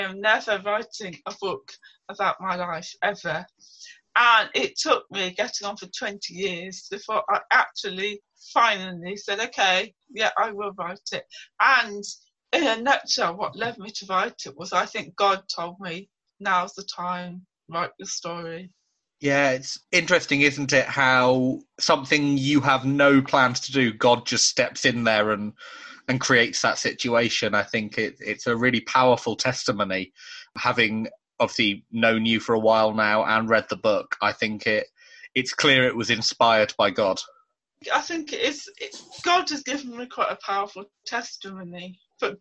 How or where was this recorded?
video call